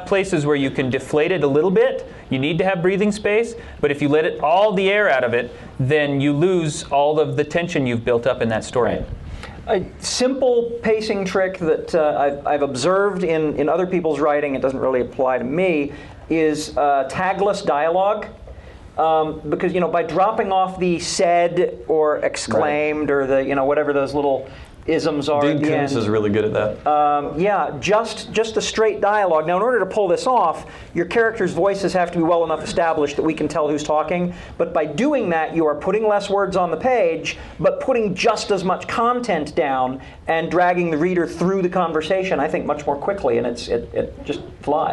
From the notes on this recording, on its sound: This episode was recorded live at Life, The Universe, & Everything 28, The BYU Symposium on Science Fiction and Fantasy, and features, among other things, our largest audience ever.